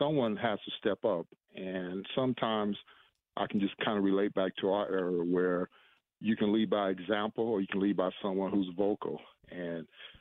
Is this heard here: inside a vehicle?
no